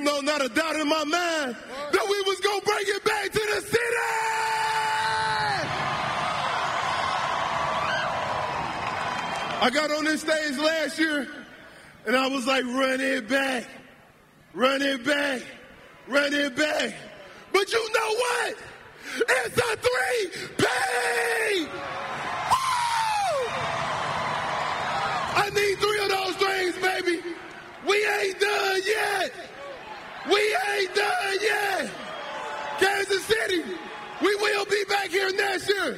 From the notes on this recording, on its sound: Goes live to the Chiefs' on-stage festivities as they celebrate back-to-back championships.